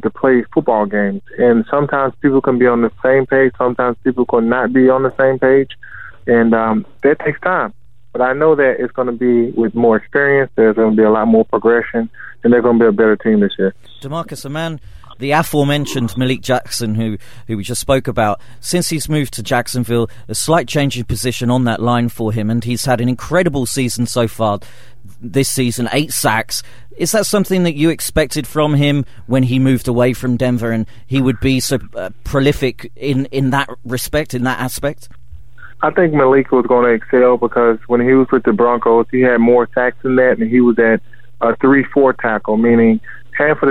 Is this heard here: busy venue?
no